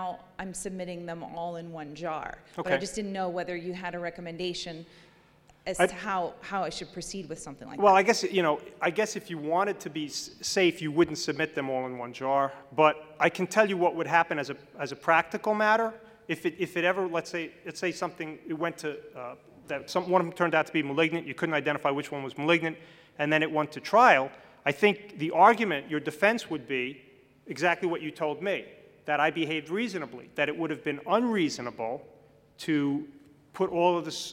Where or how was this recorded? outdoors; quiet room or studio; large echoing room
large echoing room